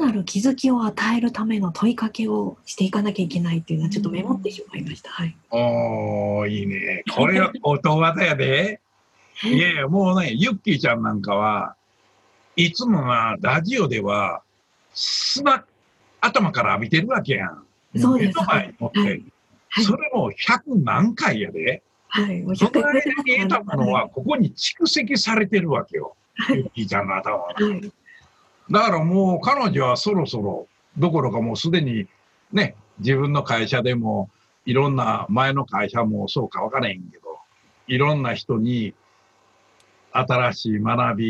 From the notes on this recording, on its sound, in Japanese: ようは会ラジオは、今回もZoom収録。